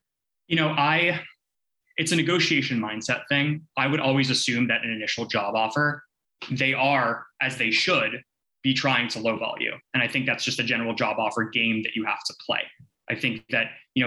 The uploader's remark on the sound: This episode is an audio version of a virtual panel held at the Linguistics Career Launch in the summer of 2021.